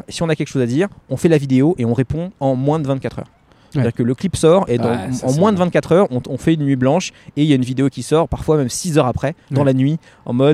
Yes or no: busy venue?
yes